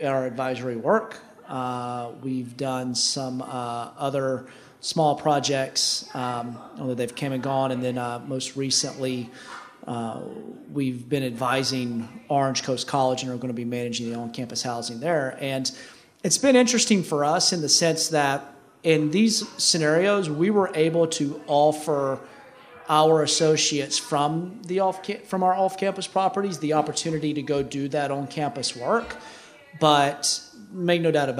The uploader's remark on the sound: live from IMN's Student Housing 360 Conference